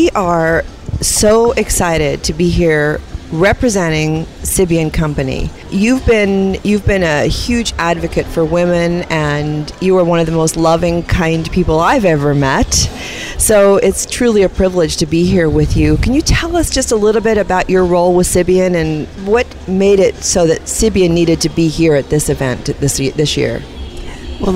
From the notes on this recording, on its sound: On location at The Ultimate Women's Expo in Atlanta